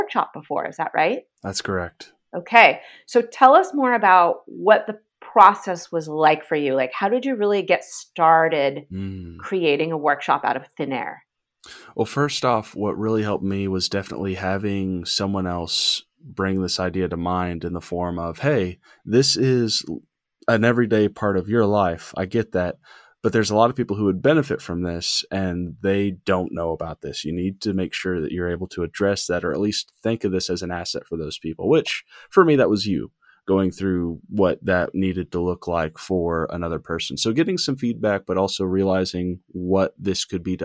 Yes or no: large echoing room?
no